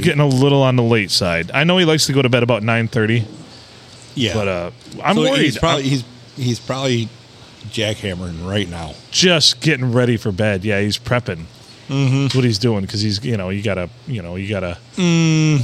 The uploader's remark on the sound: Recorded at the Silver Tavern, Deckerville (The olde STD) on a Sunday.